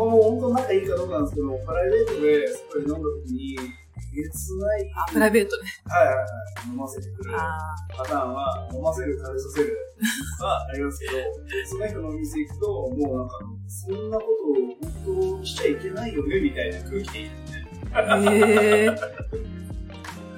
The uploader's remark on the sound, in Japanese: 録音機材トラブルのため音質が、通常より粗めとなっております。